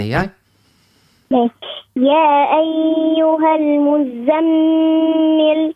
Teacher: شد شوية في الميم المشدة الغنة، عمل معها غنة به